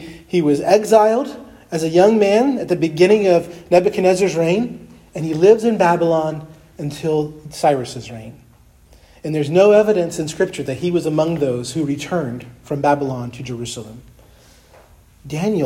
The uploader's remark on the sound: preached at Christ Our Savior Baptist Church on Sunday, April 2, 2023